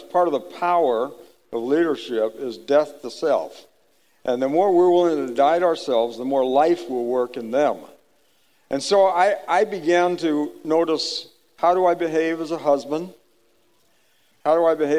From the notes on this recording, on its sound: The audio in this episode was recorded on March 12, 2019 at the Acts 29 Heartland Spring Regional